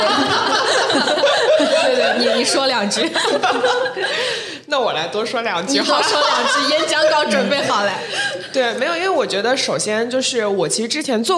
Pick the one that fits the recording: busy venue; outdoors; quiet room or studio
busy venue